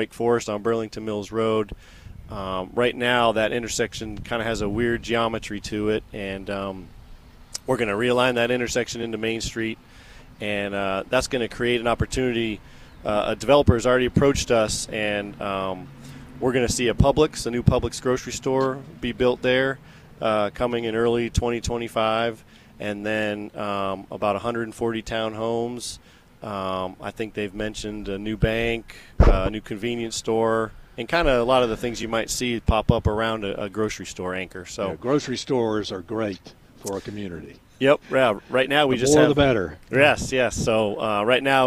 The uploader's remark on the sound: broadcasting live from The Downtown Rolesville Farmers Market